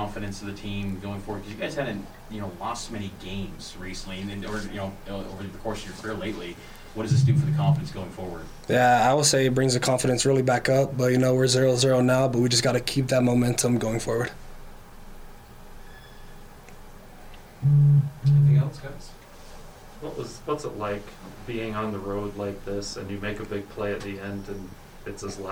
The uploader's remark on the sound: Postgame Press Conference